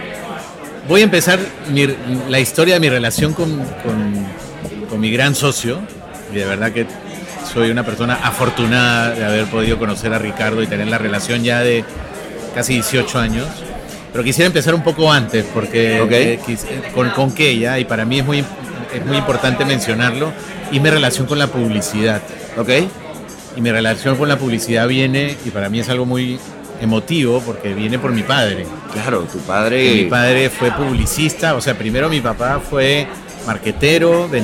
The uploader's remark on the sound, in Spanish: Es el primer episodio que se graba en vivo. Desde el Martinez en el Martinez.